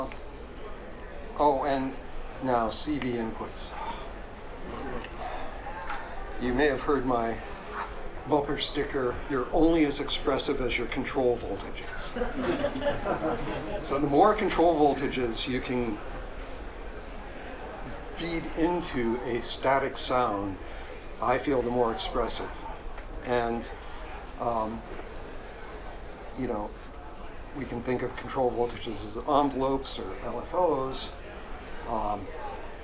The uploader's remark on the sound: talk from PDX Synth Expo